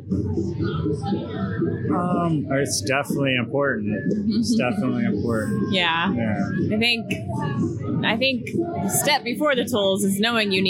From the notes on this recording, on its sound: Live Coverage From The Mental Health Summit. Had the privilege of doing live coverage and interviews with attendees and resource partners at the Step Into The Light Mental Health Summit.